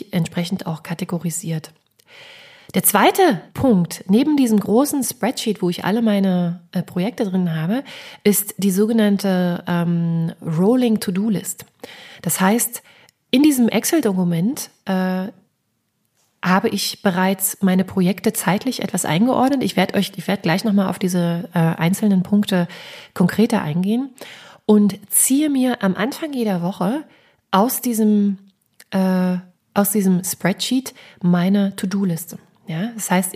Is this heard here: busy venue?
no